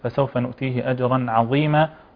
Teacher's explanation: ونراعي هنا الفصل بين ترقيق العين وتفخيم الظاء، وان كانت الظاء ليست في اعلى مراتب التفخيم لكنها على كل حال وده هي يعني في ضعيفه يعني.